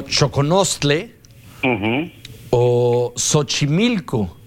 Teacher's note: lo podemos pronunciar como una che más bien aspirada